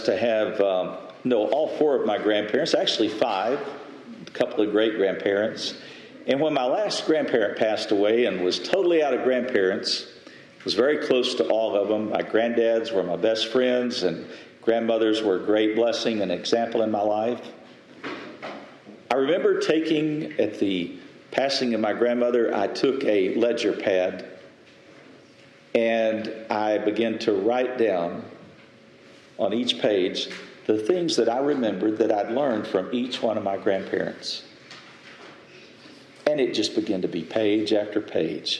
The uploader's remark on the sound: Message delivered Sunday, April 30, 2023 at Mt Carmel Primitive Baptist Church, Bel Air